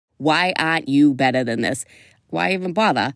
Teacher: When you're non-rhotic, most of the time you don't pronounce R's when they follow a vowel.